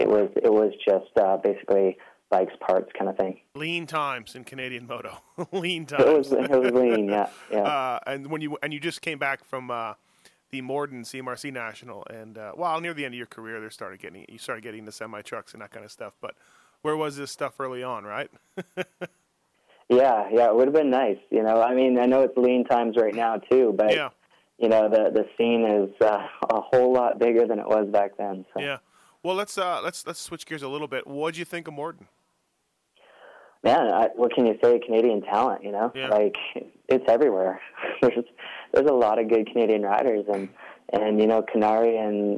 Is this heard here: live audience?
no